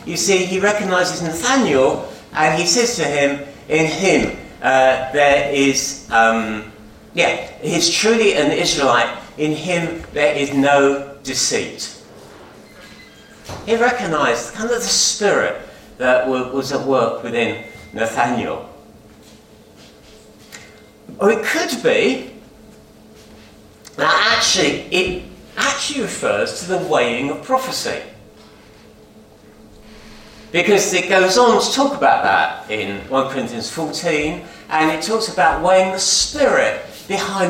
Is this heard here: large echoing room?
yes